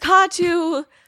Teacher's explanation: the emphasis is on the first syllable and not the second